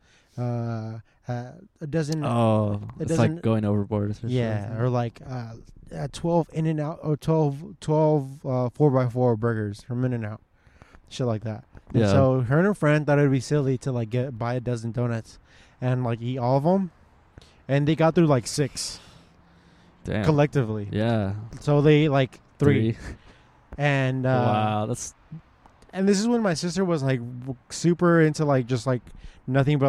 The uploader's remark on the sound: pod outside our local World Famous DONUT MAN